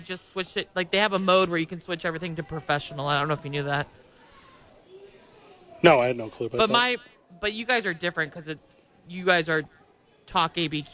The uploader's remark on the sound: live from the YMCA